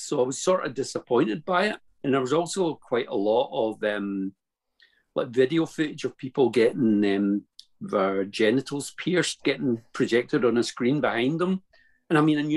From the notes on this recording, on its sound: The hard drive with the edited audio and song inserts corrupted! We had great fun doing them, and have therefore decided to go ahead and publish the Zoom videos.